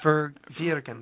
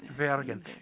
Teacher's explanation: So it's a B-ish kind of V. · Shown in: second take